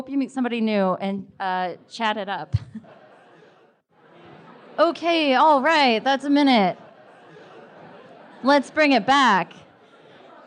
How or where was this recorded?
busy venue